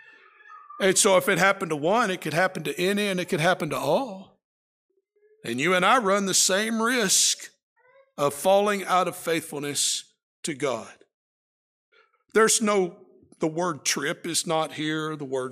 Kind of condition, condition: setting, large echoing room